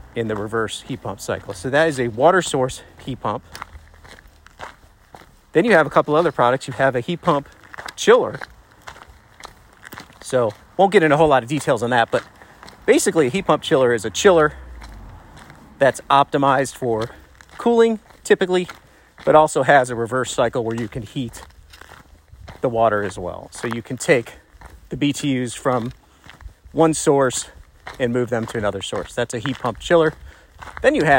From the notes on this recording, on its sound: “on the go” episode. Recorded straight from our walking trial, the quality might not be studio-level.